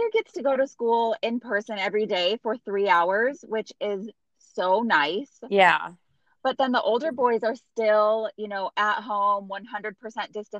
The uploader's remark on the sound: This episode has lots of technical difficulties. Dialogue is overlapping and not matching up at all!